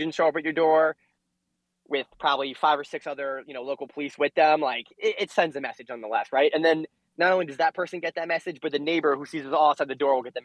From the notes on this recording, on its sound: The Feds phone